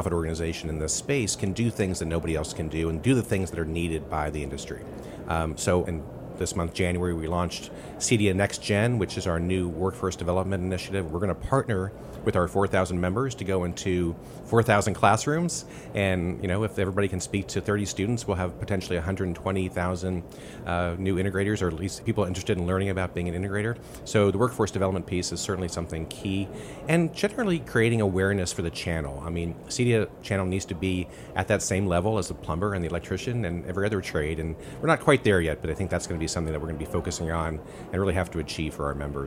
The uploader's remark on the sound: recorded at ISE 2023 in Barcelona